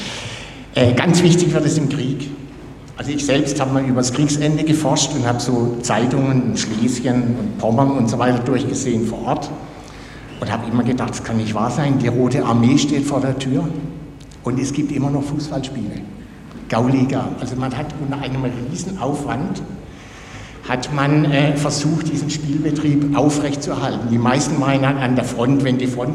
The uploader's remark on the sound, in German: fand im Audimax der Uni Freiburg eine Podiumsdiskussion